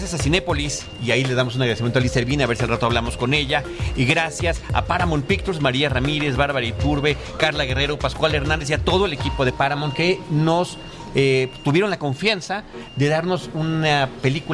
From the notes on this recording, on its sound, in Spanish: Para celebrar los mil episodios, grabamos en Cinépolis VIP de Plaza Universidad, tras una Premiere exclusiva de #Rocketman. Convivimos con amigos y colegas que nos han acompañado.